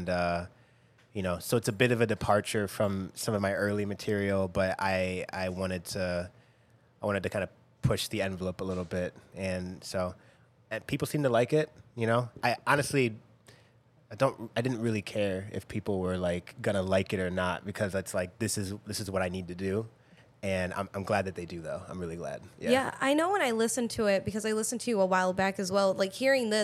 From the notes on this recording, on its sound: Live (kinda) at Cobra Lounge